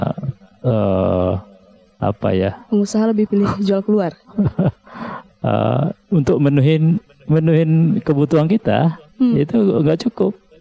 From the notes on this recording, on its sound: Live Outdoor Broadcast Radio Classy FM